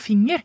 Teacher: vi sier jo finger, og den lille e-lyden, det faktisk en svarabaktig vokal